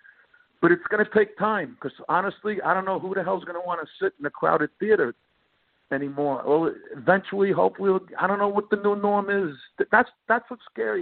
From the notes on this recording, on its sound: called in for a talk